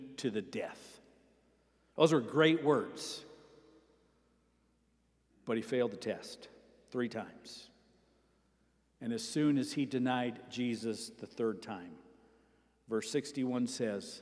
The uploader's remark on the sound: Sermon preached at Avondale Baptist Church